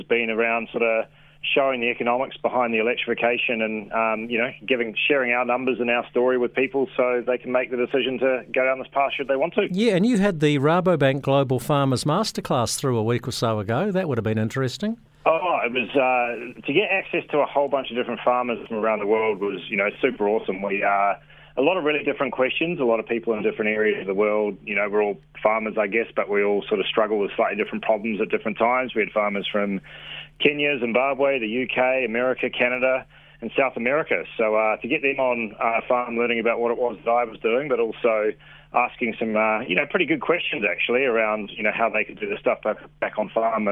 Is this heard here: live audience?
no